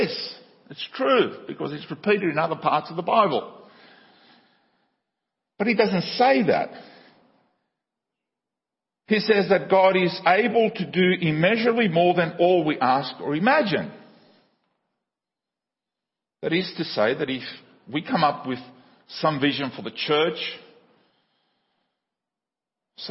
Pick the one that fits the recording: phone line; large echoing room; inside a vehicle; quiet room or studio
large echoing room